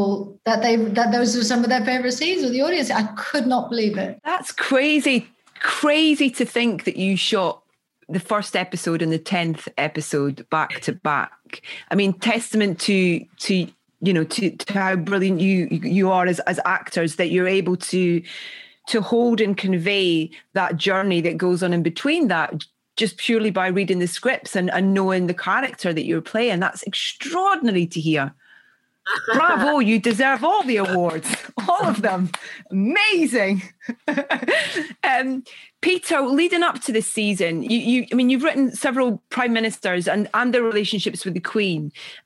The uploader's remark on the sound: Unfortunately the team couldn’t get in a physical room together due to COVID-19 protocol, so this was recorded online.